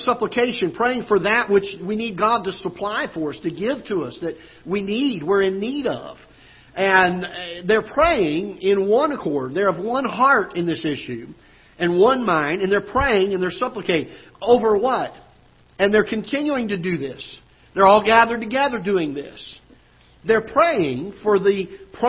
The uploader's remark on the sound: Ketha Heights Baptist Church ~ Live Broadcast